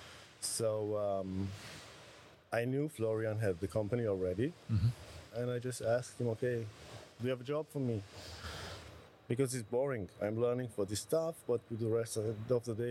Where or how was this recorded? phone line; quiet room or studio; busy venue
busy venue